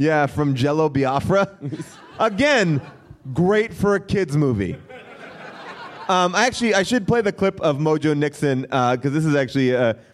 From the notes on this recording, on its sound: LIVE at Bumbershoot!